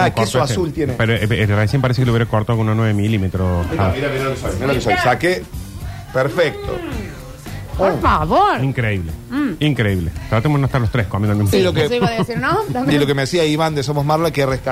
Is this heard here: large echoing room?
no